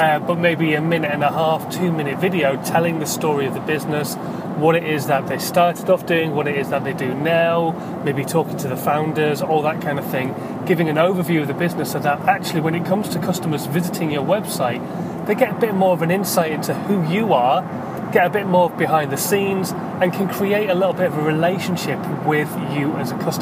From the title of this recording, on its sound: In My Car